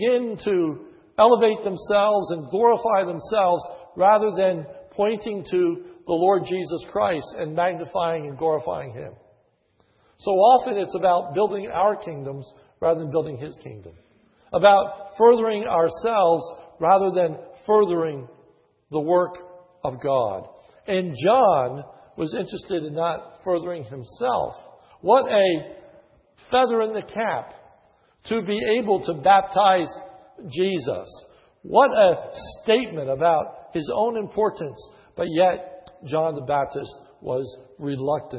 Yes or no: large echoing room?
yes